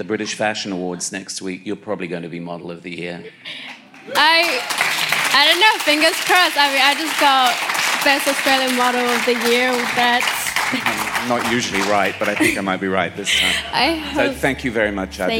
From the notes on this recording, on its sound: on stage at BoF VOICES in 2018